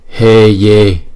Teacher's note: chữ He đọc hai nhịp, chữ Ye đọc hai nhịp